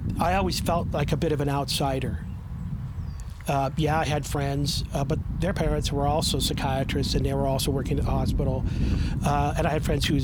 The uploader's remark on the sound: Our apologies for the wind noise!